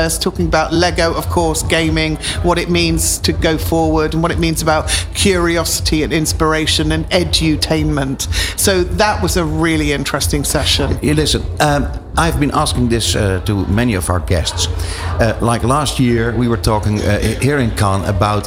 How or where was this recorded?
busy venue